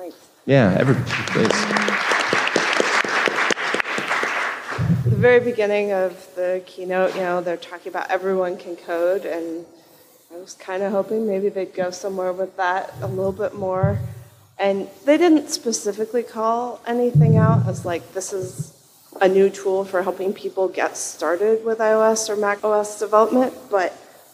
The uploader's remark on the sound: This week, a full panel of guests joins us live at the NextDoor developer conference.